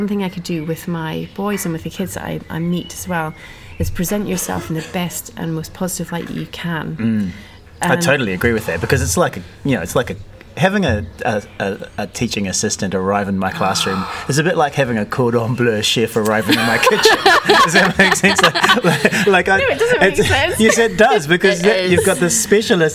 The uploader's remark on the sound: We recorded this one, for the first time, during the school day - during a 'free period' - and sat outside in the courtyard by the staff room and there was a chorus of birds to accompany our thoughts.